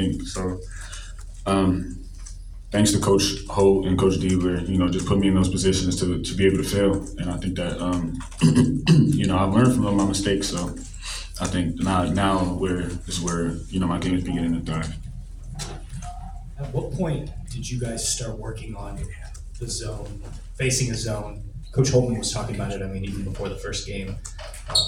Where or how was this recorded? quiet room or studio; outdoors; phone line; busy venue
busy venue